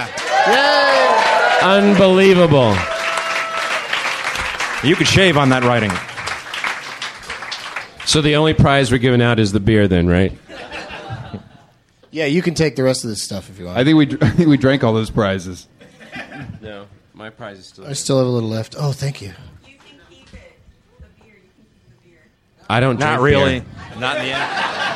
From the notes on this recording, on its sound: A special DLM/Benson Interruption hybrid taped at the UCB Theatre New York during the 13th Annual Del Close Marathon.